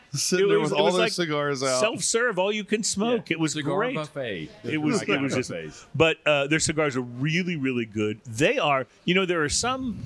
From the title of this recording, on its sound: On Location At Cigar Towne!